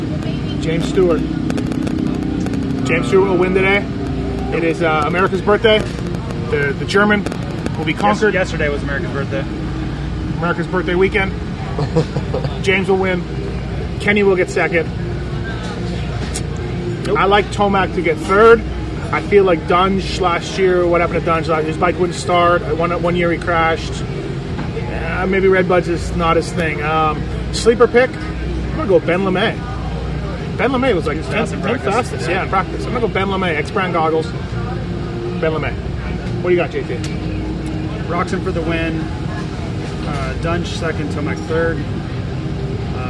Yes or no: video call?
no